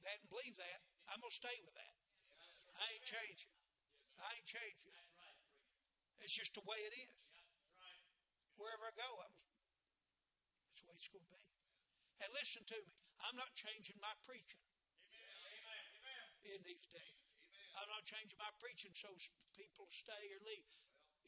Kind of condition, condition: setting, large echoing room